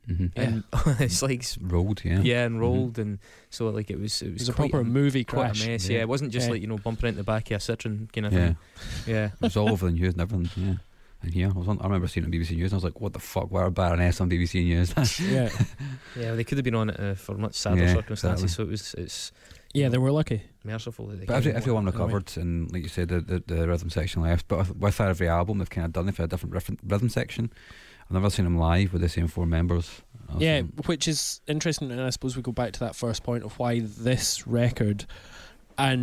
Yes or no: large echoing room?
no